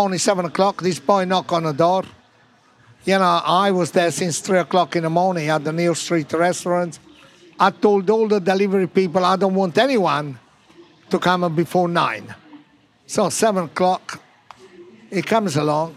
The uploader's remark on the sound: Recorded at the BBC Good Food Show.